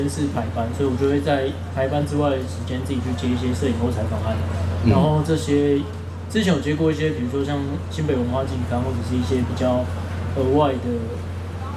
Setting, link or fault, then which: setting, busy venue